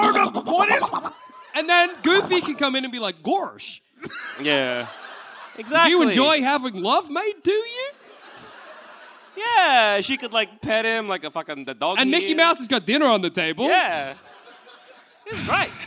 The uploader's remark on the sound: Live from the Leicester Square Theatre in London. As part of our London 2022 Tour.